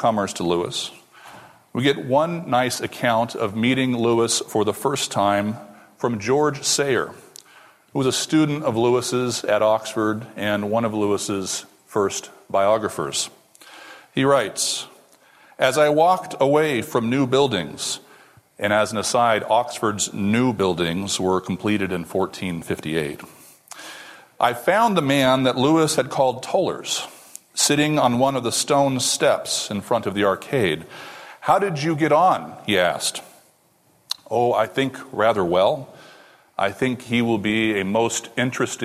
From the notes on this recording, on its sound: This lecture took place at the Acton Institute for the Study of Religion and Liberty in Grand Rapids, Michigan.